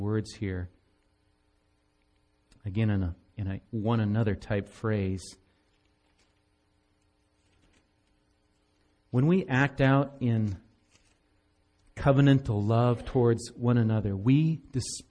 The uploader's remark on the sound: Recorded live at Bethany Bible Church on 11/5/17